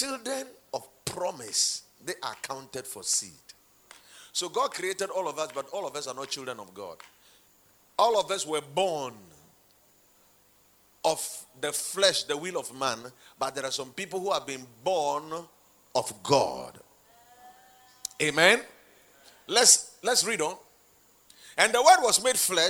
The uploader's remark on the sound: Preached at the Watered Garden Church in Takoradi